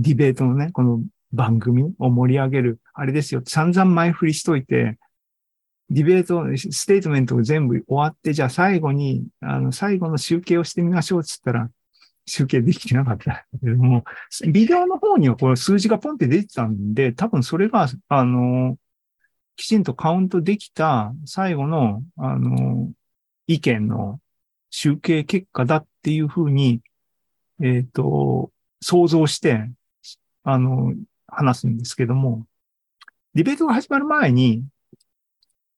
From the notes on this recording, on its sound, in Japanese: ２０２３年６月２４日に開催した ZOOMライブの模様です